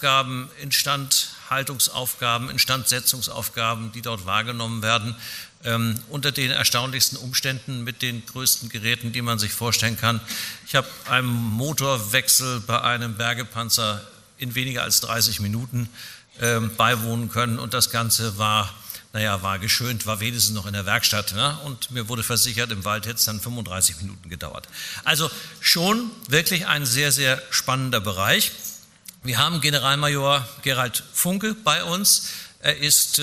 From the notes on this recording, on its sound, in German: Heute senden wir einen BVL Live-Podcast. Auf dem Deutschen Logistik Kongress in Berlin aufgenommen wurde.